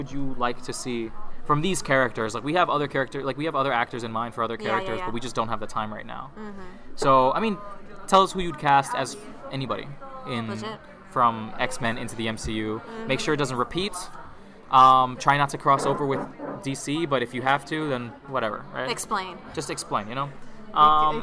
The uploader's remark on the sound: During our mini crisis over the background noise